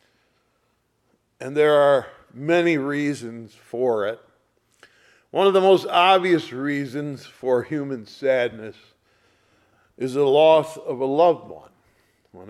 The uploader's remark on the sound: Sunday Morning Service recorded on 04/16/2023